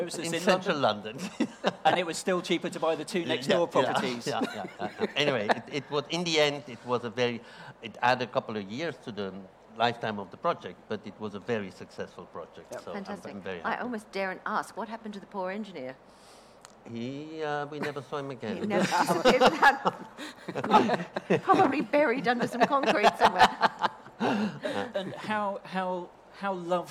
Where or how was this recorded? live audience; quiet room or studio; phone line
live audience